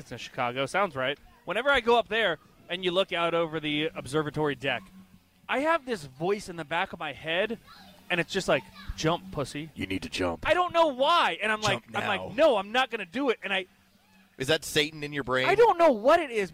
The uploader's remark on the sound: LIVE from Good Game in The Battery.